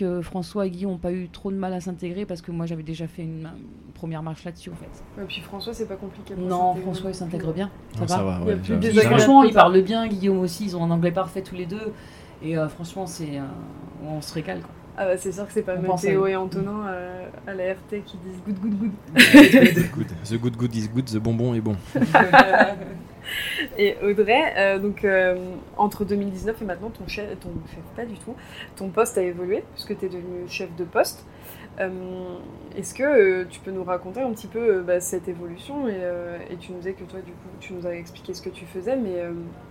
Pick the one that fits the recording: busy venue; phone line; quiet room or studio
busy venue